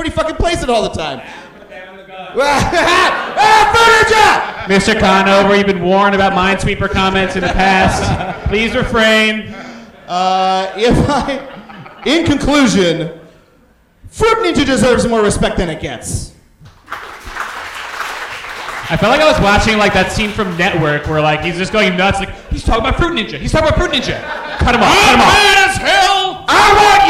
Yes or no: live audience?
yes